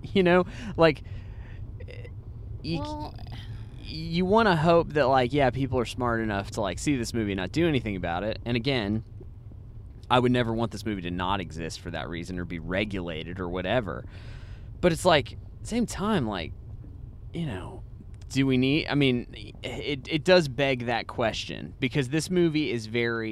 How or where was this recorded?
inside a vehicle